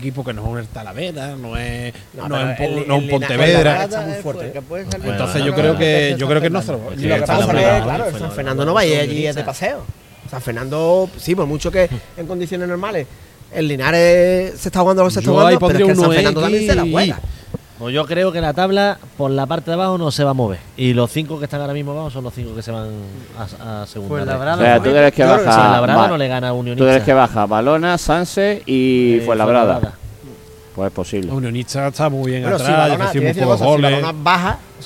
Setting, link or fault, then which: setting, busy venue